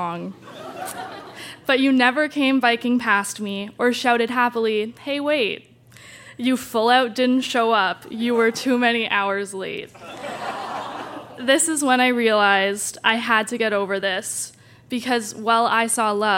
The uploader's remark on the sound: Recorded live at the Tranzac Club in Toronto.